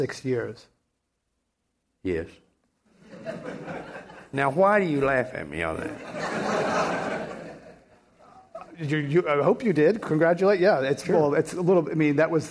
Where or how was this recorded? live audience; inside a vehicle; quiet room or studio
live audience